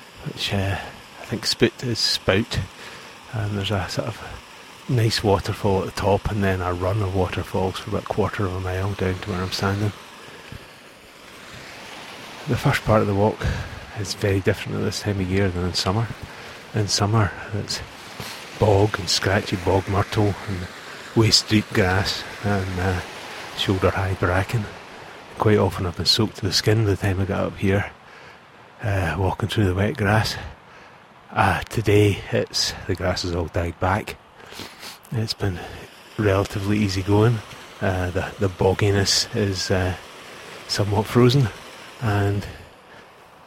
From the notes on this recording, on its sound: On Sunday’s walk I stopped now and again to record some audio.